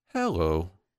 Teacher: the person who says hello in the descending pitch will sound determined.